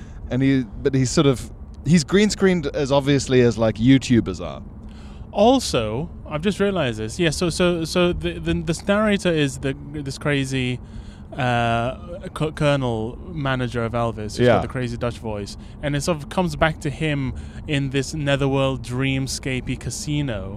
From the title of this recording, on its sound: CarPod!